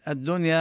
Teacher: الدنيا هنا أدغمت اللام بالدال